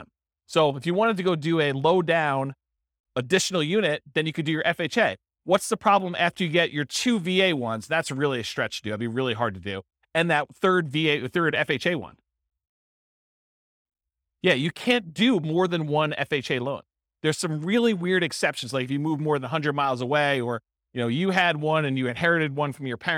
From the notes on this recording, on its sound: This was a live class recorded